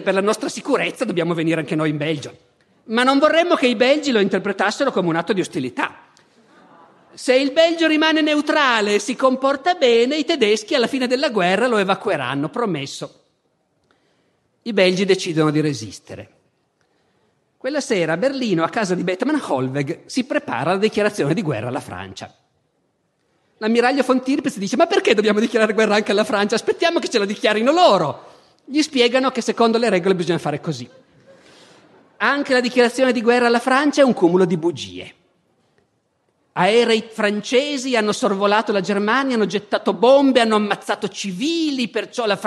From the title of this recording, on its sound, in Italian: Festival della Mente, 2014